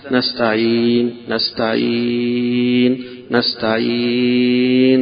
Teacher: فتقف بالسكون وتمد حركتين أو أربع حركات أو ستة · Term: مد العارض للسكون